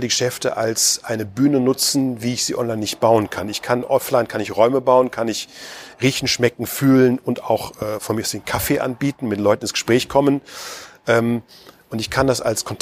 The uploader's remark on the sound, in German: K#Spezial live vom POL. Im Rahmen des Pioneers of Lifestyle Summit.